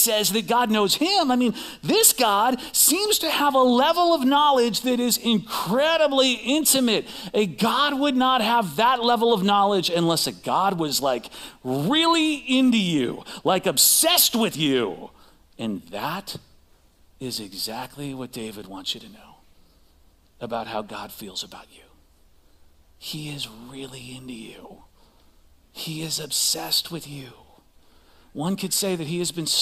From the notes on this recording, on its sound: Recorded live at CrossWinds Church on Dec 10th, 2023.